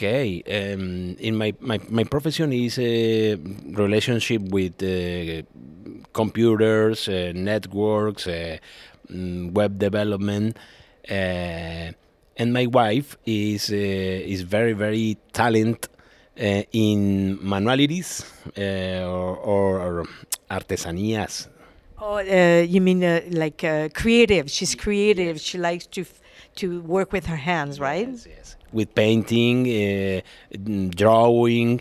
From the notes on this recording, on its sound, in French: Dans le quartier Duff-Court de Lachine. L’enregistrement de cet épisode s’est déroulé durant l’activité du dépannage alimentaire, le 8 mars 2023, dans le cadre de la Journée Internationale des femmes.